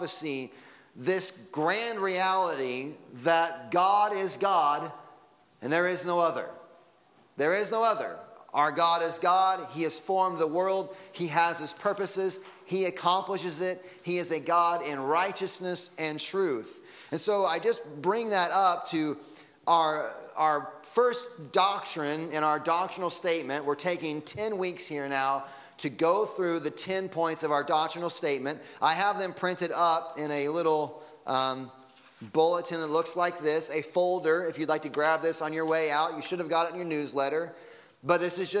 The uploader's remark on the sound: Sunday Morning Sermon Audio